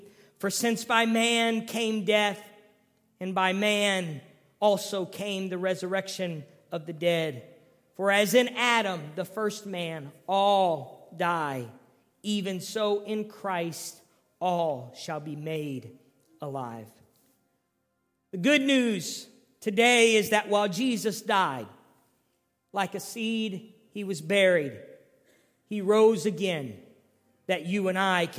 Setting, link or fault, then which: setting, large echoing room